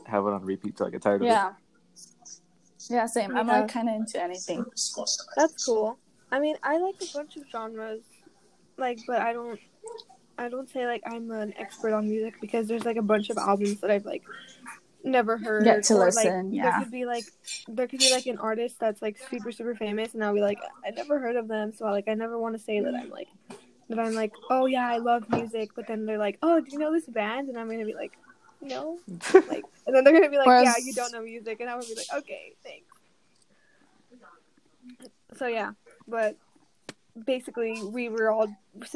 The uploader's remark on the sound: It’s a sucky the app I use to “run” this podcast. Heads up the audio is also a mess.